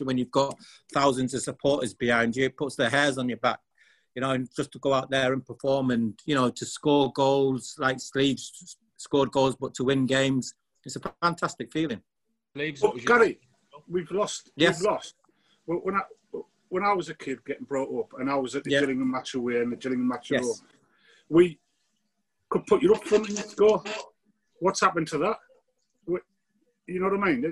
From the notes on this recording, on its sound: The Echo team decided it was about time we held a virtual Christmas Party! We invited some loyal Sunderland fans to join us on a special Zoom call.